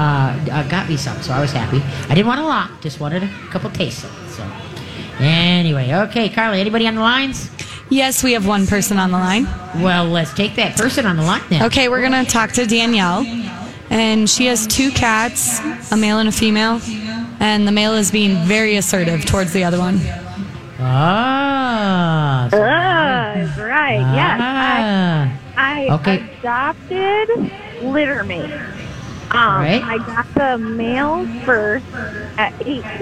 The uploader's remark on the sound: LIVE from the Great MN Get Together!